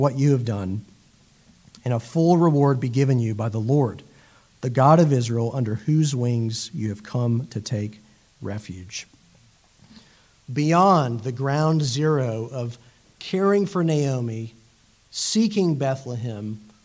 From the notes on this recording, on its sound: It was preached at Ortega Presbyterian Church in Jacksonville Florida.